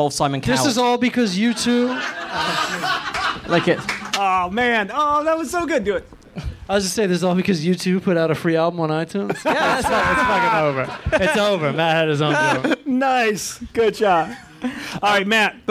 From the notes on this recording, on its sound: LIVE from the LA Podcast Festival!